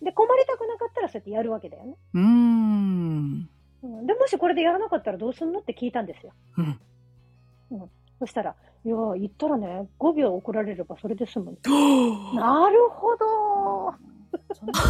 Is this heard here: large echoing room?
no